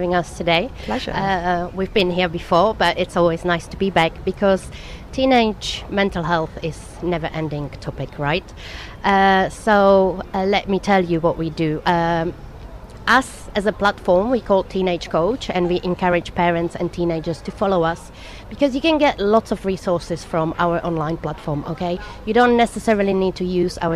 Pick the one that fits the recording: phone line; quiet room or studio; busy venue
busy venue